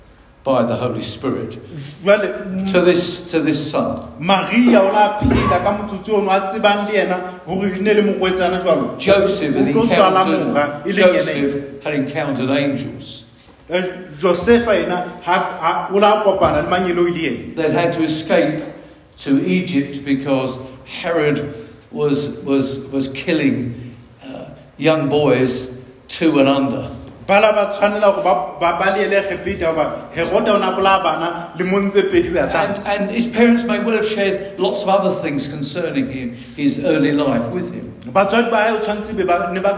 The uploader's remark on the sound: preached at Dihlabeng Church